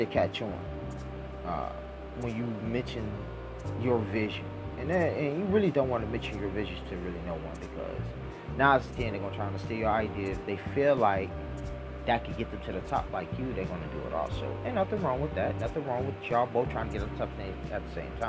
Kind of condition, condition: fault, sounds in the background